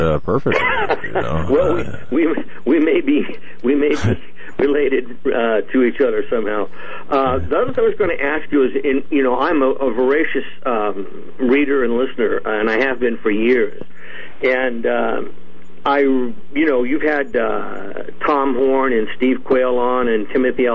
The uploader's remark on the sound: Open Phone Lines